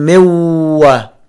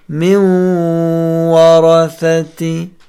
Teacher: يعني نلفظ النون في الواو ولا نبدل النون واوا · Shown in: second take · لا نقول مو هكذا بل نقول من ورثة ولا نفخم الواو. · Term: إدغام النون في الواو